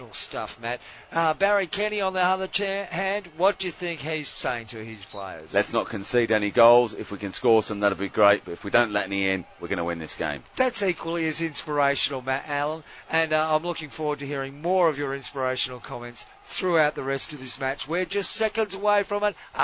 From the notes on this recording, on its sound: we are live from the only Hockey party in town